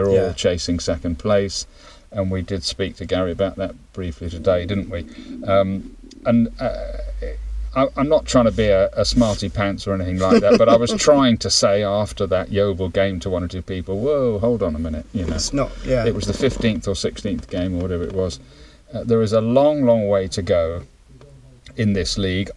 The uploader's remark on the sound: Is joined in the car, parked in Marnham Road. Talking in the Gary Johnson Suit at Plainmoor. Two old men sitting in a car in Marnham Road talking about football.